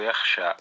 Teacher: ونطق الألف بين الألف والياء · Term: الإمالة